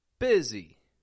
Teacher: I'm not saying bussy, but I'm changing the U to an I and the S to a Z.